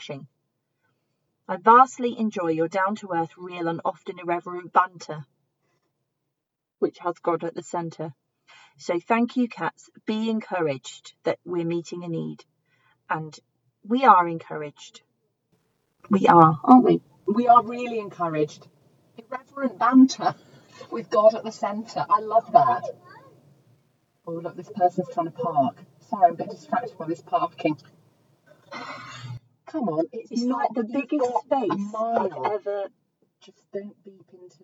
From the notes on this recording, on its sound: we FINALLY get back in the car and talk nonsense for a while